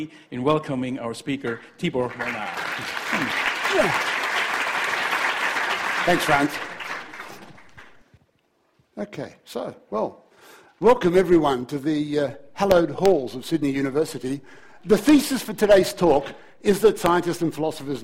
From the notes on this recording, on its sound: A Sydney Ideas and Department of Philosophy event. As part of Sydney Science Festival for National Science Week.